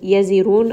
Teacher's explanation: را in this case is going to be heavy because it has a ضمة